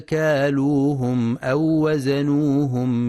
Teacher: وللمد الطبيعي في كالوهم ووزنوهم، فلا يسقطه ولا يزيد مقداره عن الحركتين